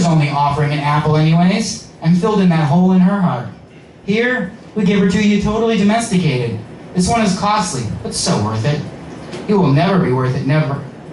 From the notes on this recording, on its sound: All Muses Monday Open Mic in Willoughby, OH at All AXS